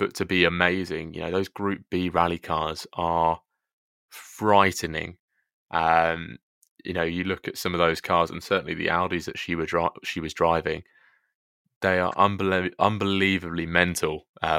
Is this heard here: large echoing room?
no